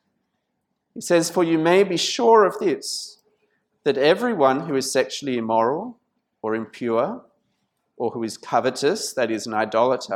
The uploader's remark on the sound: This sermon was preached at St Mary's Cathedral, Kuala Lumpur on 17th November 2019.